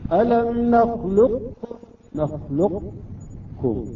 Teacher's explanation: نضرب على القاف ونرفع اللسان من مخرج الكاف